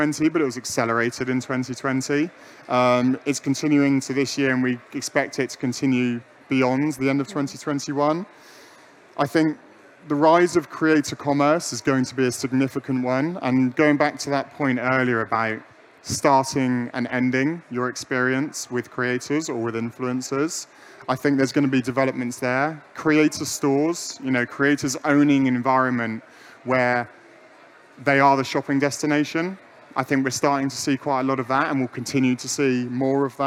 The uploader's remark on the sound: LIVE from the Tipser pyramid stage at PI LIVE London 2021.